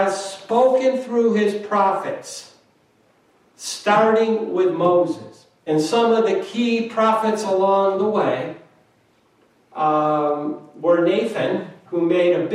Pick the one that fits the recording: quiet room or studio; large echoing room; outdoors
large echoing room